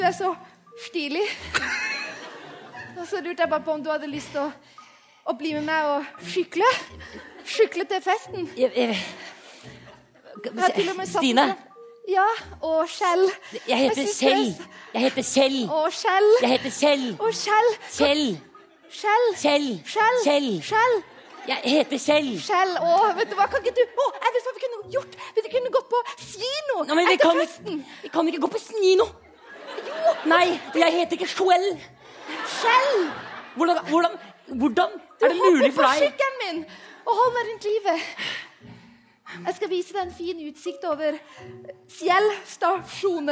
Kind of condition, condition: setting, live audience